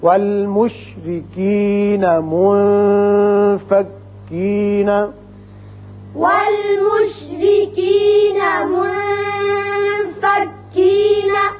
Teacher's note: منفکین نون ساکن کے بعد فا جو کہ حروف اخفاء میں سے ہے، لہذا یہاں اخفاء کریں گے